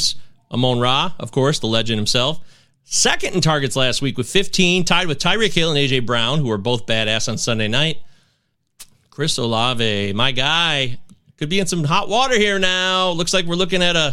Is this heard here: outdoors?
no